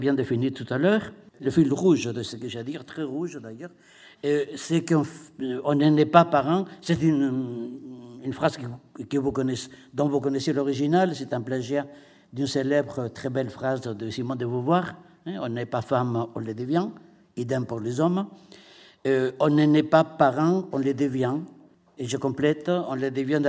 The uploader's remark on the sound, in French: lors du colloque ANDESI/FRACTALE des 26 et 27 novembre 2015